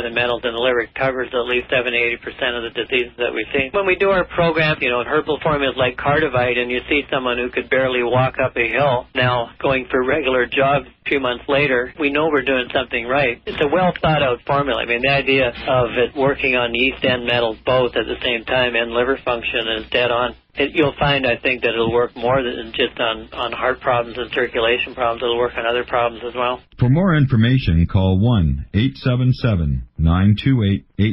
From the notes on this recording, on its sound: take your phone calls in this episode